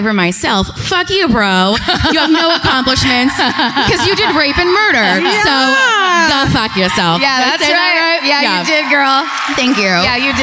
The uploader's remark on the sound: Live at My Favorite Weekend in Santa Barbara. At the Arlington Theatre.